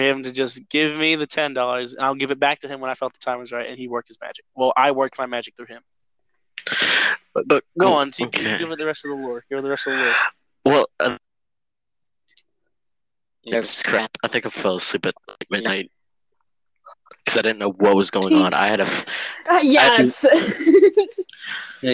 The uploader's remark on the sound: Audio might be a little bad